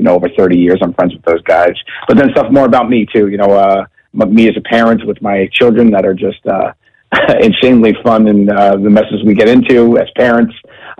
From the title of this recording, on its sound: called into the BMCC